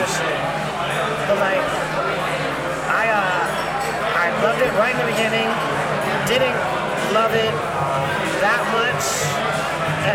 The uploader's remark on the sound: Live from the Eureka Heights taproom